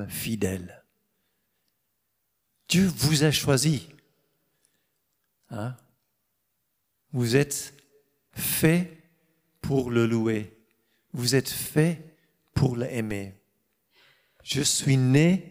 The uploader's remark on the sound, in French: Enregistré à l'église CVV, le 31/07/2022